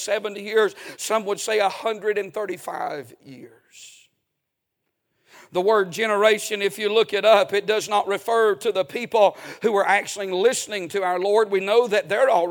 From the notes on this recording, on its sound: A sermon preached Sunday Evening